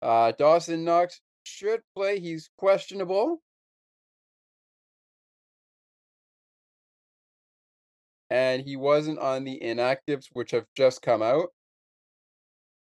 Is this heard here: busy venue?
no